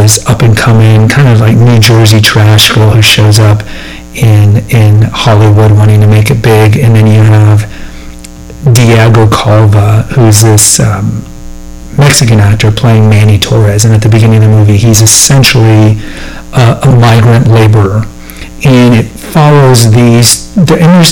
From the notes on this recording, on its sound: The audio is suboptimal, my apologies.